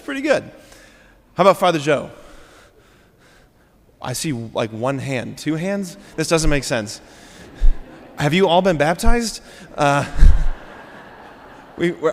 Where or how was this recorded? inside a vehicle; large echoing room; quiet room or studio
large echoing room